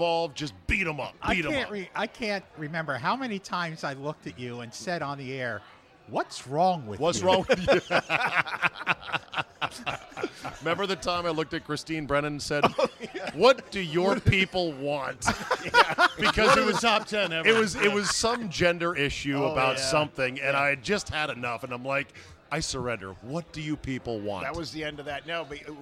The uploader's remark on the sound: RECORDED LIVE at DC PRIME STEAKS in Ashburn VA.